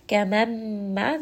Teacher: Gamamma, this is going to be idgham with gunna again. Nun sakin, followed by the letter meem, which is part of yarmalun, part of yanmu, which is the letters of idgham with gunna. So merge them together and bring them up into the nose. You can spend a little bit more time on this one because first we do have the nun sakin, then we have the letter meem, which is also a letter of idgham.